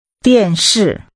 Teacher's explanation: The tones are both falling.